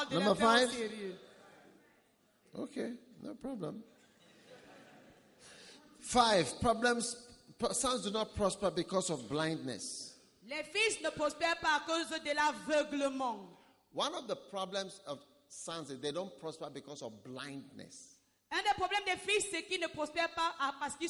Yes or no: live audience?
yes